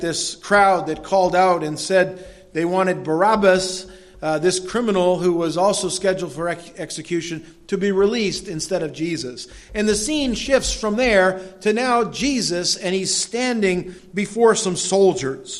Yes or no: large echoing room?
yes